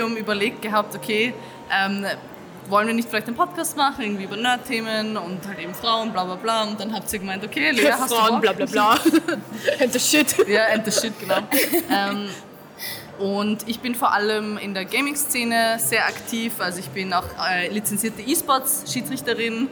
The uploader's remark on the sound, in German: Live auf der Comix